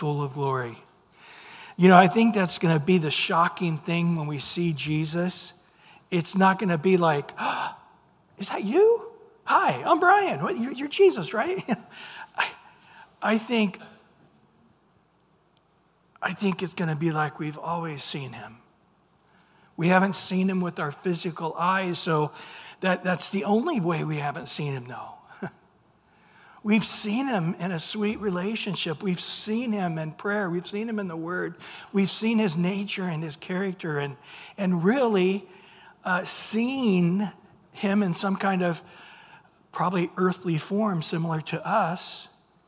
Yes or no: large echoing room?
yes